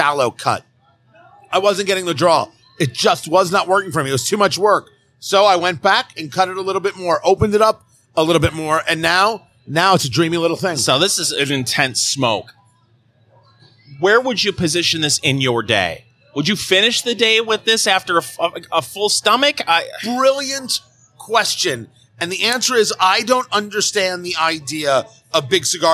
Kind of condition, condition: setting, busy venue